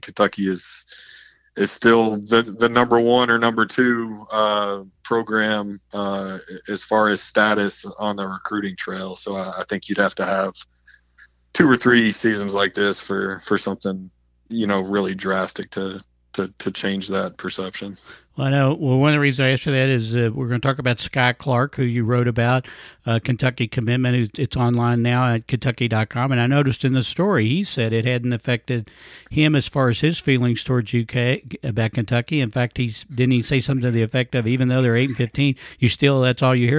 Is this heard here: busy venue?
no